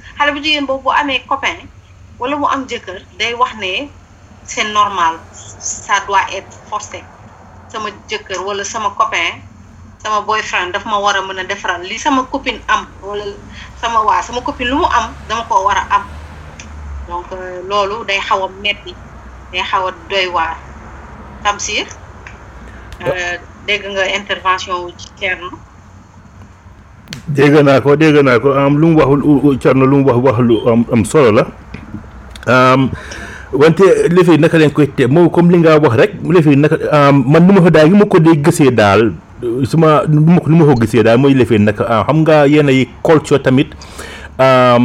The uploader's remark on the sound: Location of interviewees : Senegal. Our sincere apologies for the background noise.